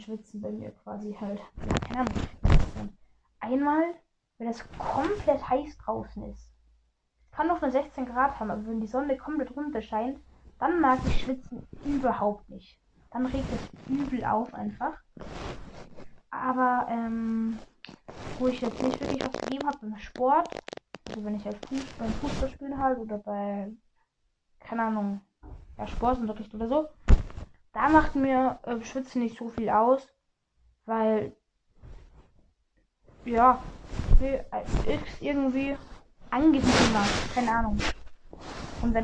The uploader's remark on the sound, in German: Sorry wegen der kack ton Qualität.